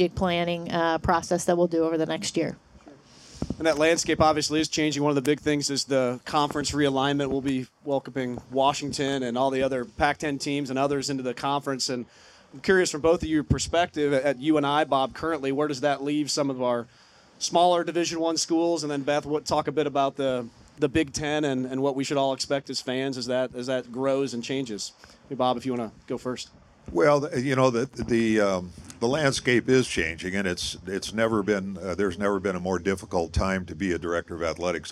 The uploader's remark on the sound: LIVE from Iowa Athletic Club. For a live podcast recording.